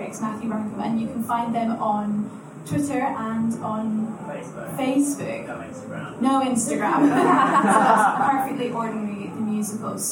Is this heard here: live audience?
yes